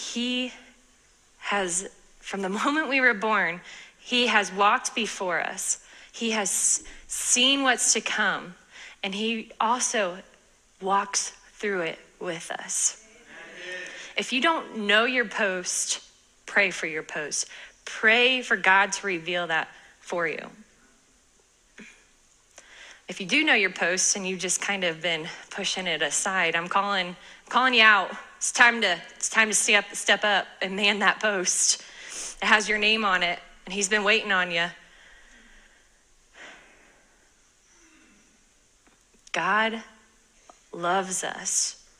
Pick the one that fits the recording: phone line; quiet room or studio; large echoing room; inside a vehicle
large echoing room